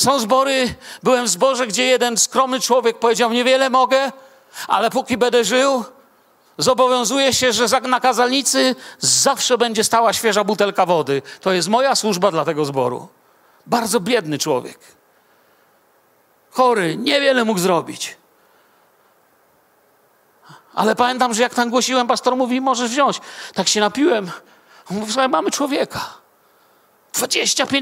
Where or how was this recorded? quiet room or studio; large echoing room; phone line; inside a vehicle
large echoing room